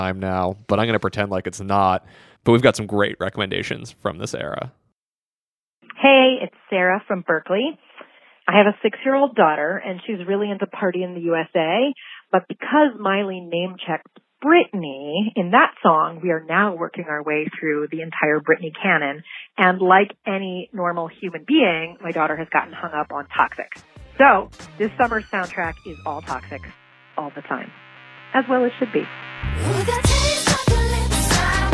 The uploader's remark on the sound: Songs of Summer Call-in Special. To answer that question, we asked you, our listeners, and got some downright awesome suggestions in return.